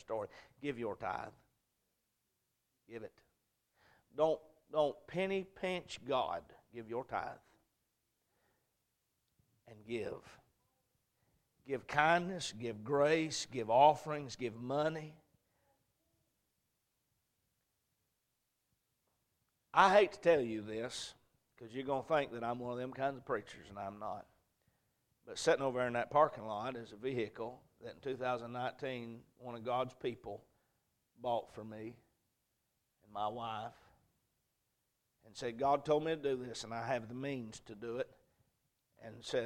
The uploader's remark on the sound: A message preached at Crossroads Baptist Church.